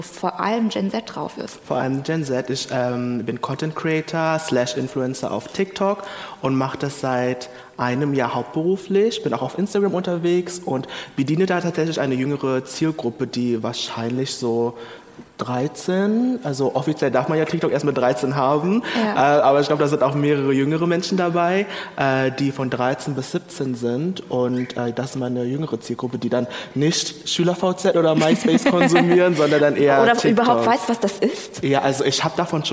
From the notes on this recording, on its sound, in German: Juhu, endlich wieder eine Livefolge! Diesmal vom ZEIT ONLINE Podcast-Festival. Im Berliner Radialsystem.